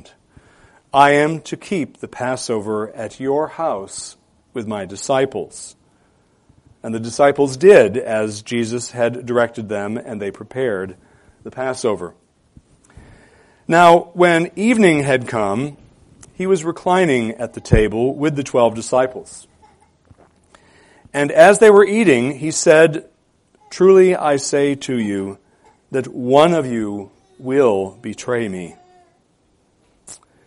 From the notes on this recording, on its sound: preached a sermon this morning